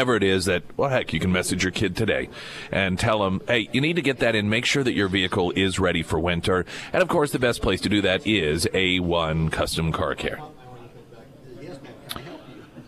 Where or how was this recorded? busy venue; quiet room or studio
busy venue